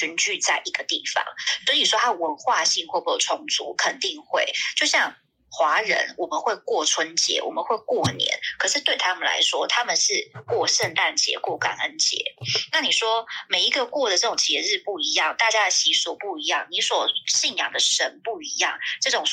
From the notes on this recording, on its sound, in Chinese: 遠段錄音 ,音質請見諒